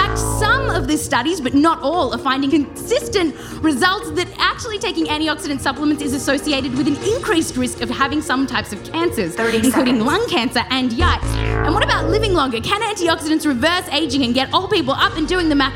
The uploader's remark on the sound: Explore the science live on stage, with interview clips. This show was recorded live at The Bell House.